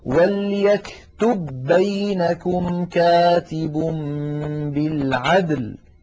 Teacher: قوله تعالى وليكتب بينكم كاتب بالعدل، وليكتب آخرها باء ساكنة، بينكم أولها باء متحركة، التقى باءان والأول ساكن وجب الإدغام